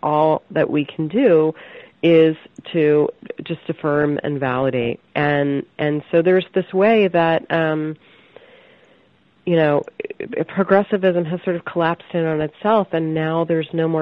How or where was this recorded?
phone line